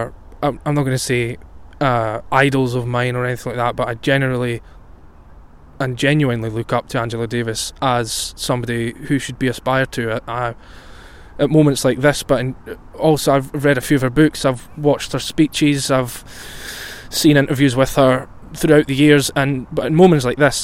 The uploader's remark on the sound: It was recorded outdoors as I took full advantage of the warm, sunny weather that we had. I talk about my surroundings outdoors.